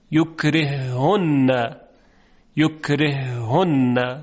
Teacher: خب پس این ها های اصلی است و ها دوم ها ضمیره، یکره هن، این دوتا ها در هم ادغام میشن، اولی ساکن مدغم، دومی متحرک مدغمون فی · Term: ادغام مثلین